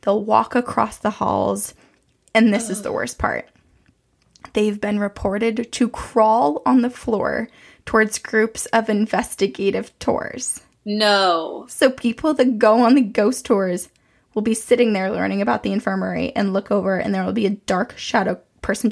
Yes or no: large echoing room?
no